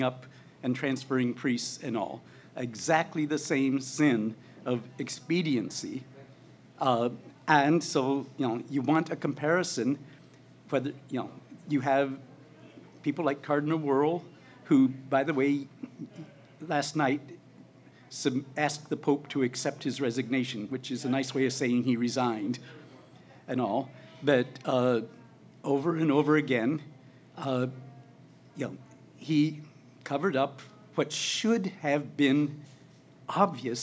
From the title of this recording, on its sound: LIVE at the Baltimore Podcast Festival